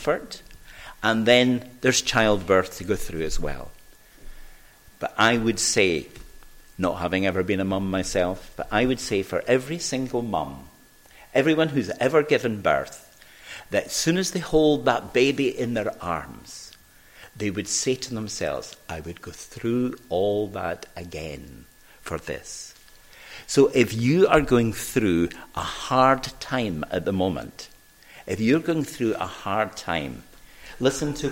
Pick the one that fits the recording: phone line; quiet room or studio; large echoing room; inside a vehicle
large echoing room